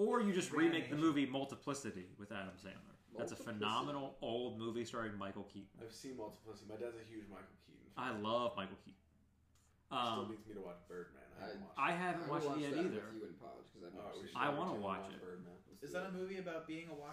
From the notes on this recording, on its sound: Also, I apologize for any weird audio issues. I’m using a new program and will hopefully have everything figured out for next time.